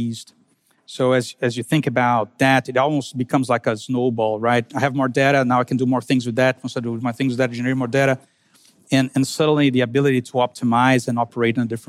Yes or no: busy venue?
yes